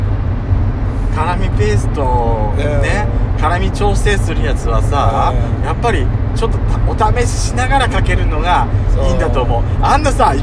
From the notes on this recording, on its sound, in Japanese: ドスドライブ収録 #ロードノイズゴメンね